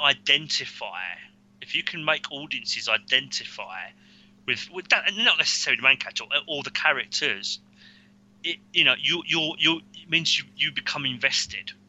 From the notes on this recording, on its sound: Please note we had some minor sound difficulties whilst recording.